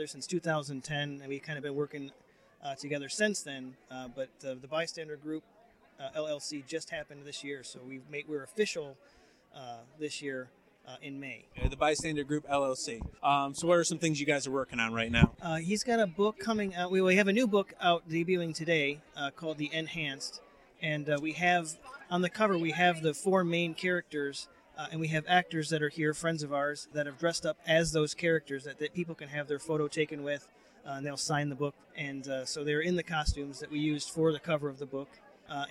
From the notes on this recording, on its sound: N. E. Geek Expo 2016 Street Interviews. The Action Comedy Nerd Show live show appeared at the N.